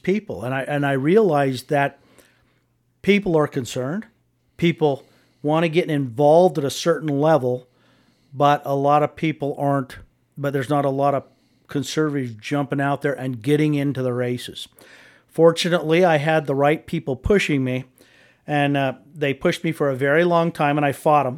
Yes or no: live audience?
no